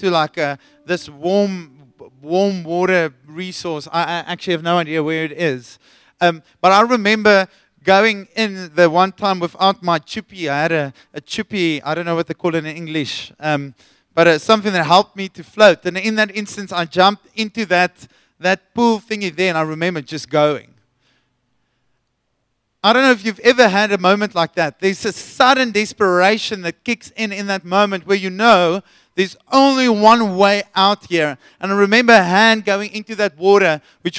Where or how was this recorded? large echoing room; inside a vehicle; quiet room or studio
large echoing room